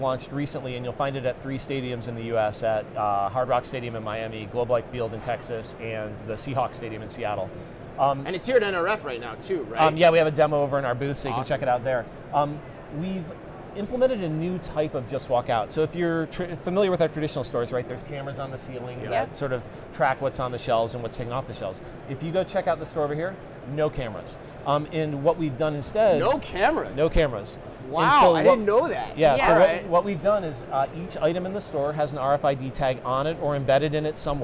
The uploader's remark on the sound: Live From NRF. LIVE FROM #NRF2024.